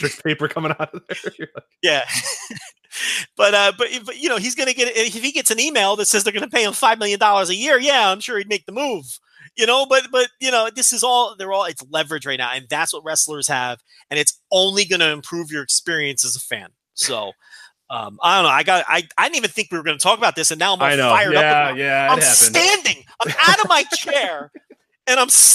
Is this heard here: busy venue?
no